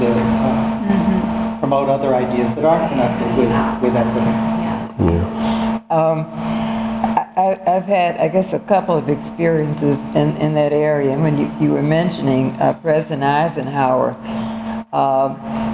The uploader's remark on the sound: Broadcast from Live Together, Learn Together’s conference in Washington, D. Broadcast from Live Together, Learn Together’s conference in Washington, D.C.